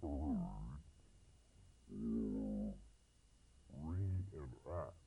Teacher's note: Actually, it represents an insignificant sound which the English language does not express in writing, the so-called glottal catch. It is produced by closing the vocal cords, then releasing them. An example of this sound is found in certain words where two identical vowels are to be kept separate in pronunciation.